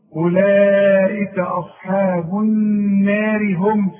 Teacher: الراء دي مرققه لانها مكسوره